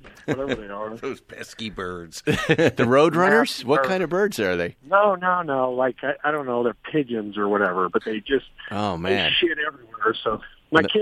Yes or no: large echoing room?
no